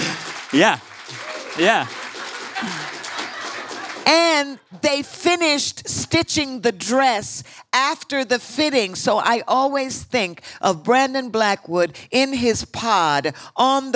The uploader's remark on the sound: In a live conversation from this year’s Vulture Festival